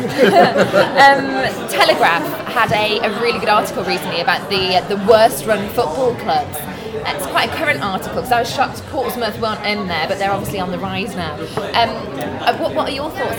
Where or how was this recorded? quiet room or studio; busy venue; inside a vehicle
busy venue